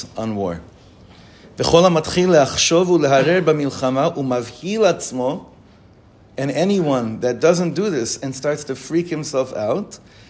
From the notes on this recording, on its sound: The words in this recording were shared this morning in Shirat David, after davening.